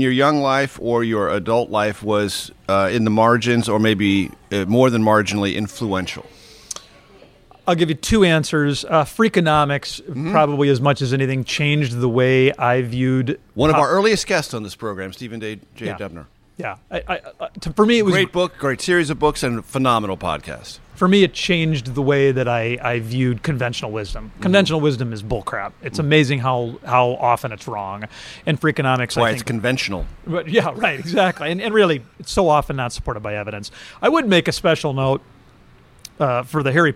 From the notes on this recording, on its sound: Recorded Wednesday, March 29, 2023 at The Dubliner near Capitol Hill.